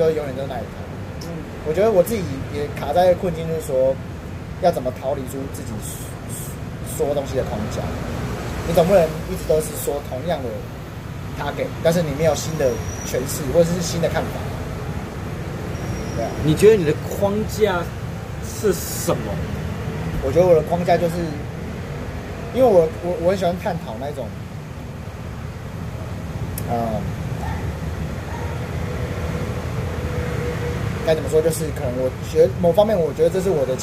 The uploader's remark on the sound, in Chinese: 錄音地點：台南 牽咖啡